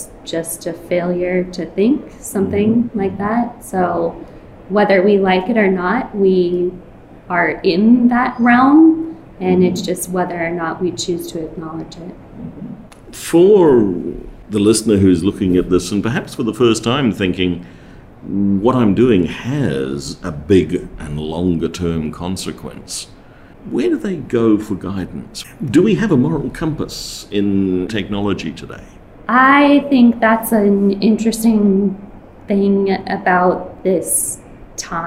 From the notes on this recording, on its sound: In this episode recorded at QCon London 2019